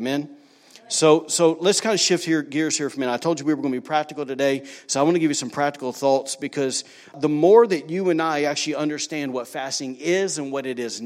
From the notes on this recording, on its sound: Was recorded on Sunday, March 24, 2019, during service at The Anchor Church in Rockport, ME.